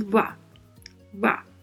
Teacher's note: o V tem um leve som de B